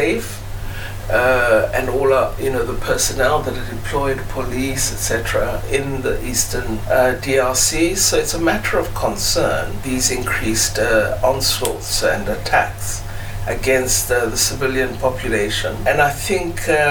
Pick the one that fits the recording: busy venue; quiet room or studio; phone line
busy venue